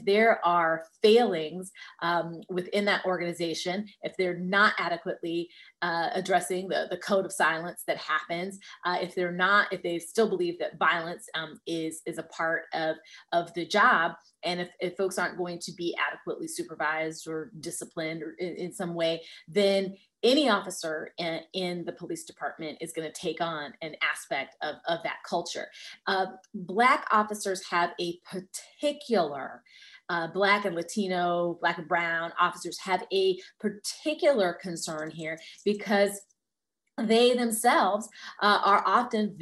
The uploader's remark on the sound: This podcast was edited and adapted from a live virtual event. This podcast was edited and adapted from a live virtual event.